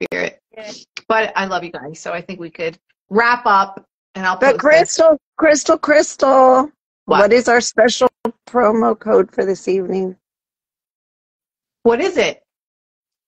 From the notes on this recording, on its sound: testimonials from Instagram Live